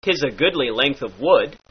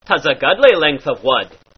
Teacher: the short oo sound in words like good becomes an uh sound, as in but. · Shown in: second take